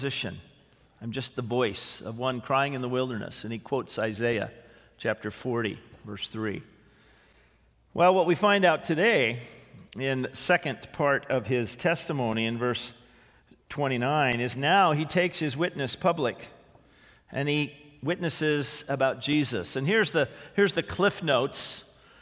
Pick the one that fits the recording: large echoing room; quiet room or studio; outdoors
large echoing room